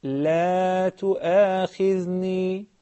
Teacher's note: Stretch out the lamb a little bit because this is the lamb of negation.